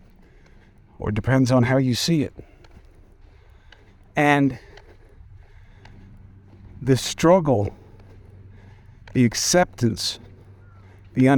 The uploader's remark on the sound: Walk and Talk